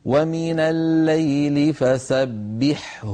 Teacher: ومن الليل فسبحه، هنا سبحه الحاء من وسط الحلق والهاء من أقصى الحلق، فيعني هي أعمق من الحاء